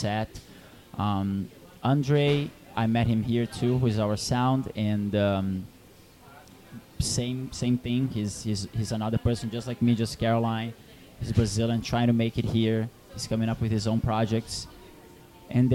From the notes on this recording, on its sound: At the KGFC Filmmakers Lounge hosted by Ateaz Organic Coffee & Tea. The Kew Gardens Festival of Cinema.